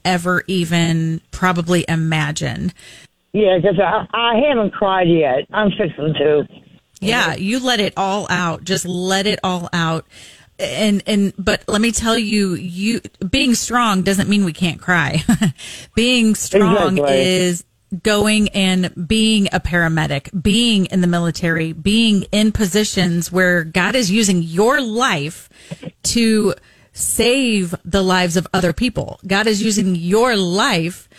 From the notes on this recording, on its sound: A retired Army medic and EMT called.